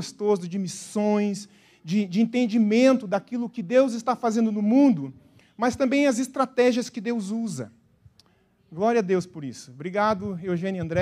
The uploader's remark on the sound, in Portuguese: na Igreja ABA Curitiba (Transmitido ao vivo)